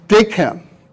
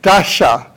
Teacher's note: They all begin with, how would you describe a D? Give me the phonetic characteristics of D. Voiced, alveolar, stop.